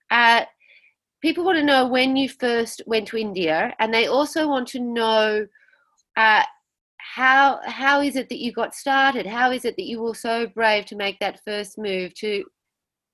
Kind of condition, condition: link, video call